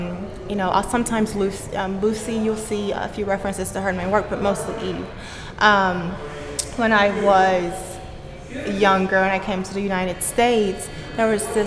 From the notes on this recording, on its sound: Recorded live at Gallery 72